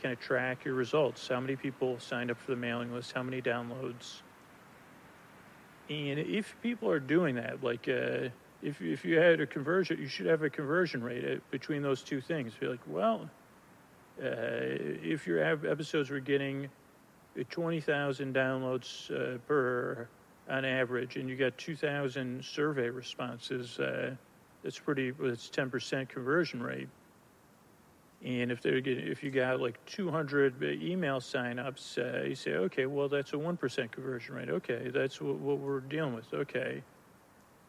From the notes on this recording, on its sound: Forest Walk Live. With sound design and music.